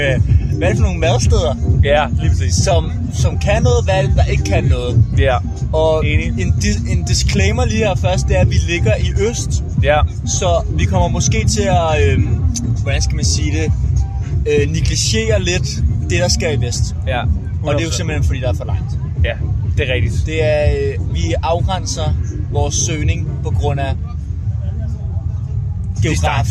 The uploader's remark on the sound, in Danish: En episode fra hvor det hele startede, nemlig Roskilde festival.